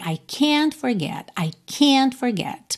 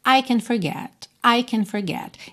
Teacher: quando nós temos essa frase negativa, can't, por mais que você não ouça o T, você vai ter uma ênfase maior nessa vogal · Shown in: first take · essa letra A.